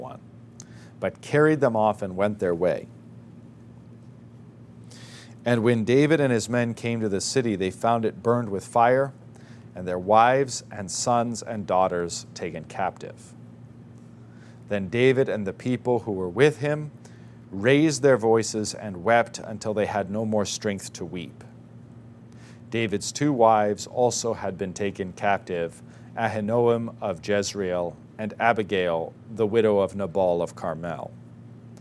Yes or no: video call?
no